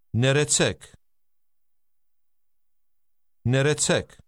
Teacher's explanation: Did you hear the rolling R? This is common in Armenian.